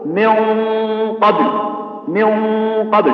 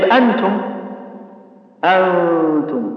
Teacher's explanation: القاف تكون الغنة فيها أكثر من عند التاء